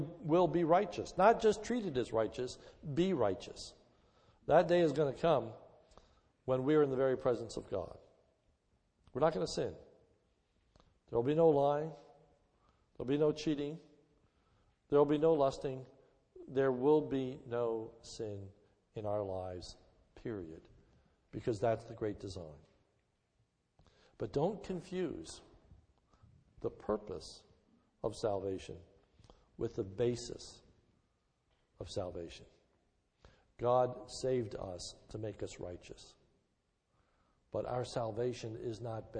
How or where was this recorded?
large echoing room